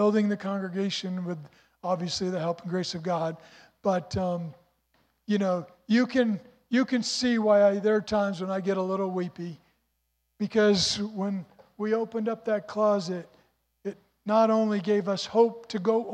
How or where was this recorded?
large echoing room